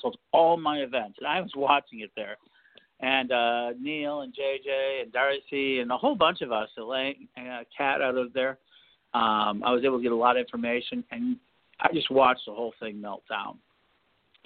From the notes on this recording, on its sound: We are a call-in show and will be talking with merchants and others who have knowledge of the impact.